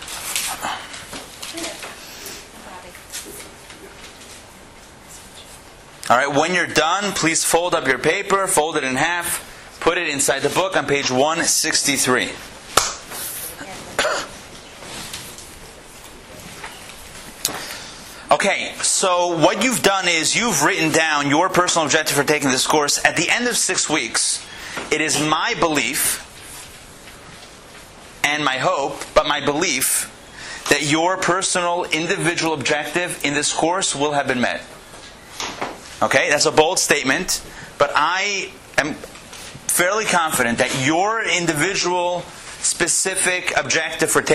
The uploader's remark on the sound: Recorded live at the Intown Jewish Academy